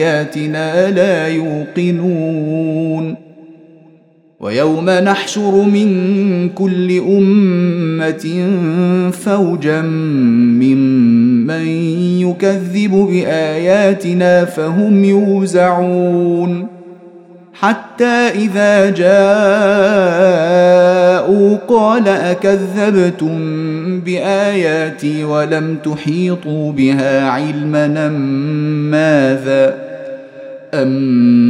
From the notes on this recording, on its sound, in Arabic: مسجل من صلاة التراويح بمسجد السلام بحي مشرفة بجدة.